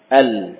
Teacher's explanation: Ini makhraj lam, tepi lidah depan dengan gusi.